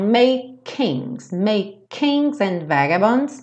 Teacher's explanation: Aqui é interessante que make kings, você faz a mesma coisa que a gente costuma fazer com T e D. Você pode falar um K só